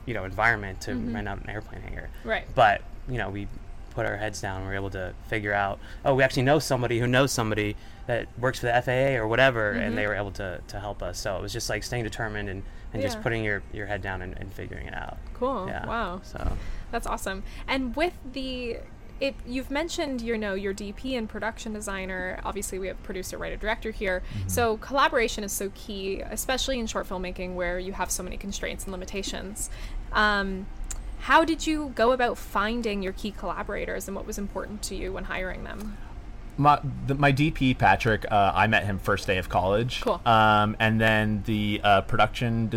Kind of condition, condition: setting, busy venue